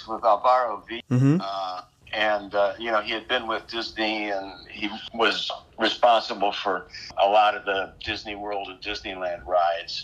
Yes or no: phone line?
yes